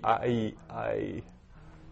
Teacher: But so this sound here is actually really a diphthong, and I is a diphthong, and you're rolling from an I, you're rolling from an A into an E, I. So it's really serving as a diphthong.